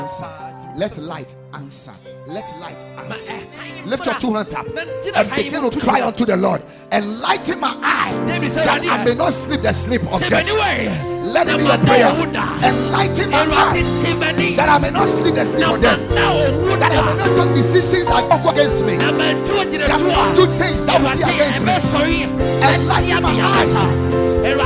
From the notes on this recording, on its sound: Preached at the Ekklesia Chapel.